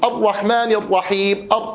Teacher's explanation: فالراء تنطقها شديدة وهي متوسطة، تجد بعض القراء يضغط على الراء ضغطا غير عادي، الرحمن الرحيم فينطقها قريبة من الطاء · Term: حصرمة الراءات